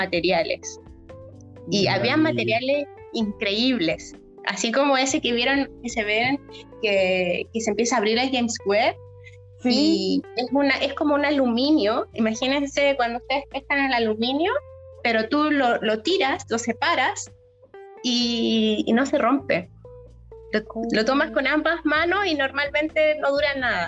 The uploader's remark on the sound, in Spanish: hubieron ciertos problemas de audio al grabar la entrevista, esperamos disculpen las molestias